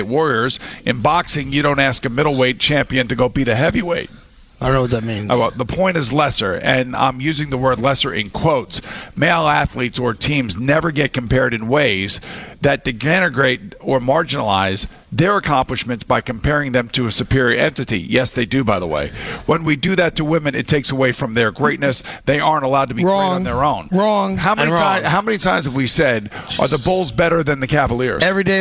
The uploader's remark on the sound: The guys were live from Trump National Golf Club in Briarcliff Manor.